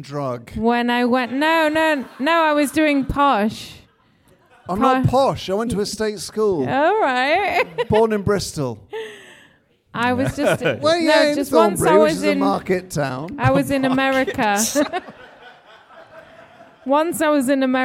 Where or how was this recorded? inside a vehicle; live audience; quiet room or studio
live audience